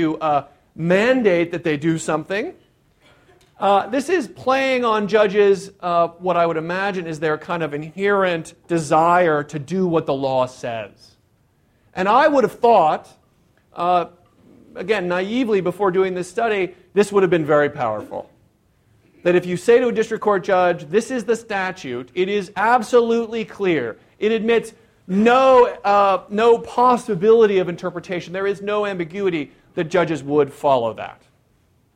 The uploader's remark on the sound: This talk was recorded on April 15, 2014, as part of the Chicago's Best Ideas lecture series